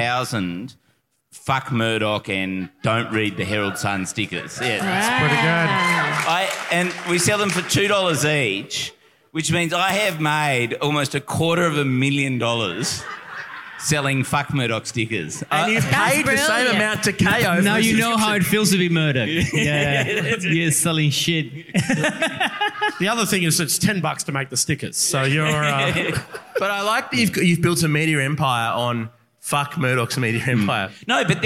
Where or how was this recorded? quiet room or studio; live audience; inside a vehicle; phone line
live audience